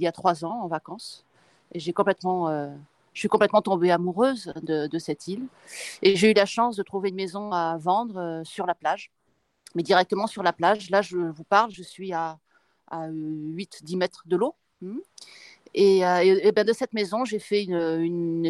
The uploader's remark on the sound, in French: En direct de la plage.